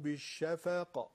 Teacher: قلقله قاف در هنگام سکون آخر کلمه